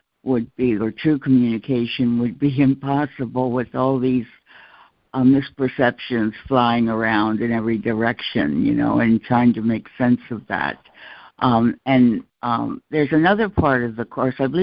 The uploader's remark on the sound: ACIM Daily Conference Call